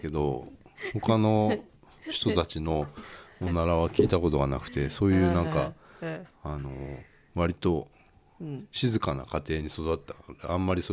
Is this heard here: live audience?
no